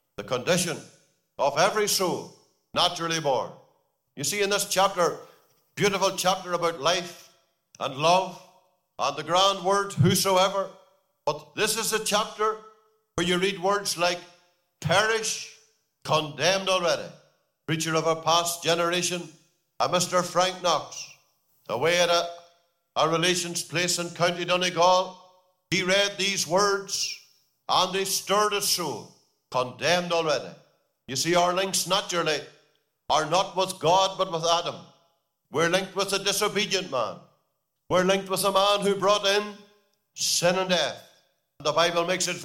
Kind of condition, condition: setting, large echoing room